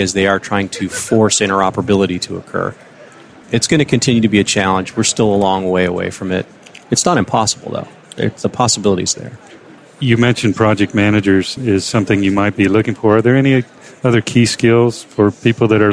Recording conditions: busy venue